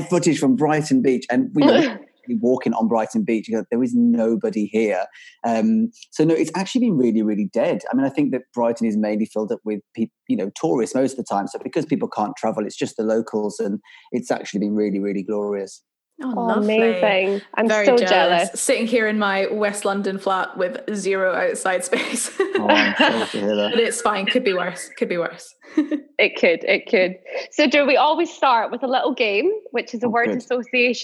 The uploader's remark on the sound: This episode was recorded over Zoom